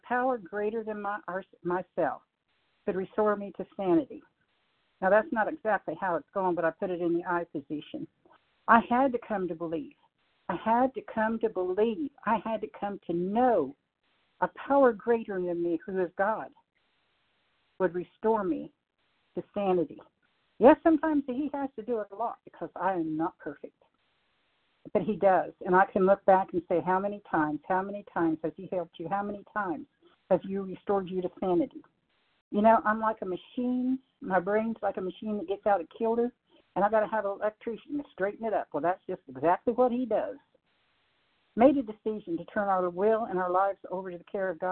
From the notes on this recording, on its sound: 100 Pounders Phone Meeting, 12/23/23